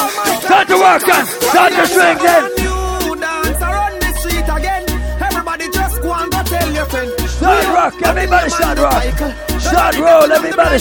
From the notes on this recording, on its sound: LIVE AT ISLAND SATURDAYS ON OCTOBER 22ND. LIVE AUDIO.